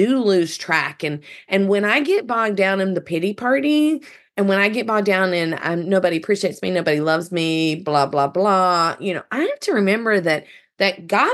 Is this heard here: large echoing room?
no